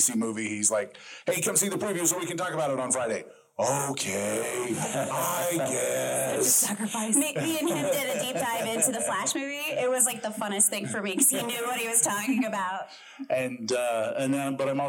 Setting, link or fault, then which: setting, live audience